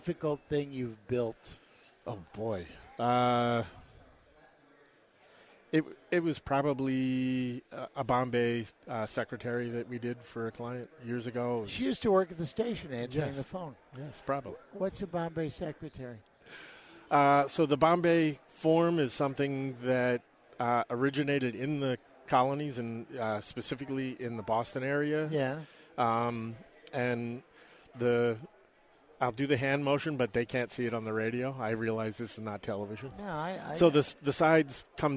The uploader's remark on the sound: Live from Woodworking Show